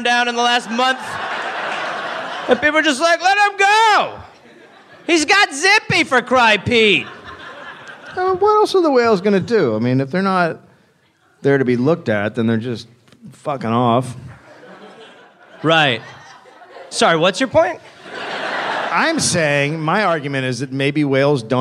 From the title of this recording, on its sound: Live in NY